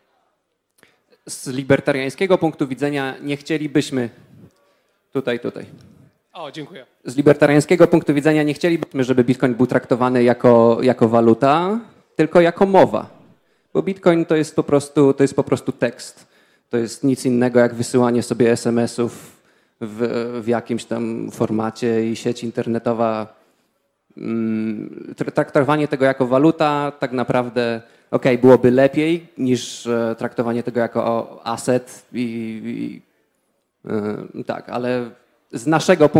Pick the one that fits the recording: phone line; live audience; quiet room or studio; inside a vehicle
live audience